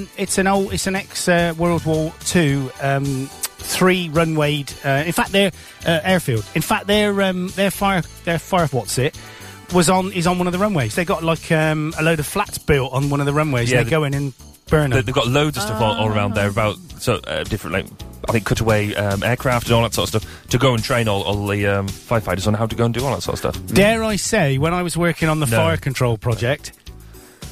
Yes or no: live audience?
no